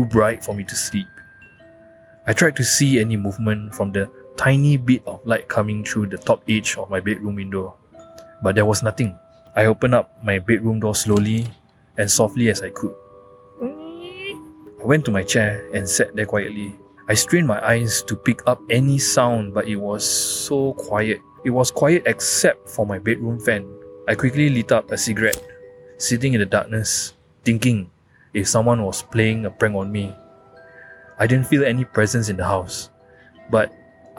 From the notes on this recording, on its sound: Recording live from the most haunted estate in Singapore during HUNGRY GHOST FESTIVAL - Spooner Road.